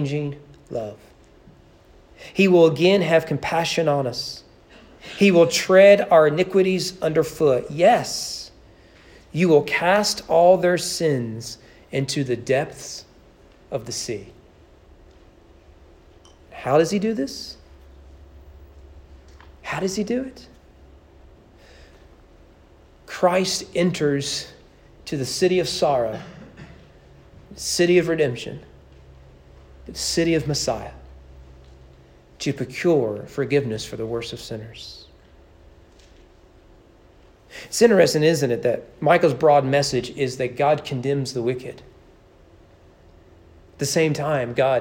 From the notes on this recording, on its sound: Sermon preached at East Frankfort Baptist Church on December 22, 2021 as part of the annual Candlelight Christmas service.